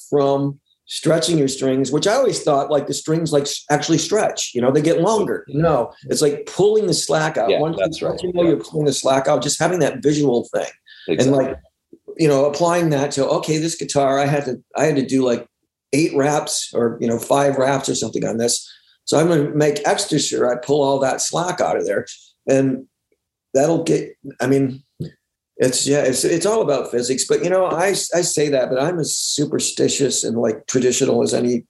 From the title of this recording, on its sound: Remote Zoom